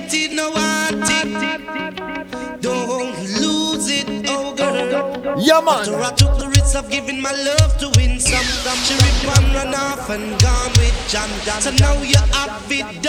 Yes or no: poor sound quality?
no